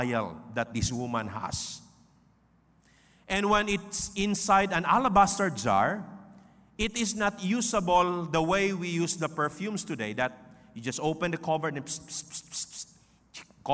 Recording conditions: large echoing room